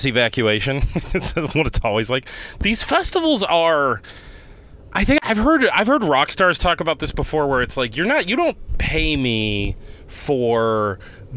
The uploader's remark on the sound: leaving the Naples Grape Festival as he records this one